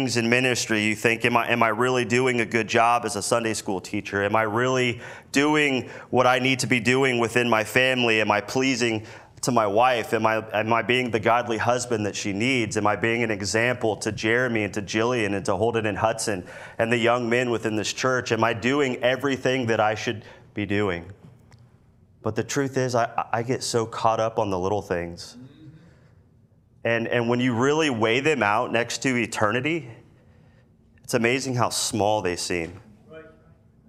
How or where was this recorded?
large echoing room